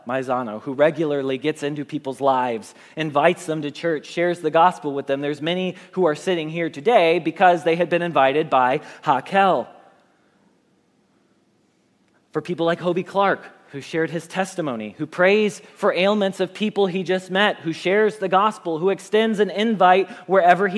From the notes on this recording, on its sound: Message Preached at Valley Creek Church